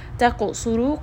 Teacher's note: qaf is going to have qalqala. Sad is heavy, ra is heavy.